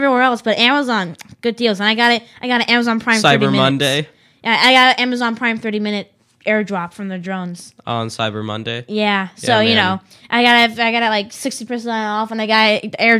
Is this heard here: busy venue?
no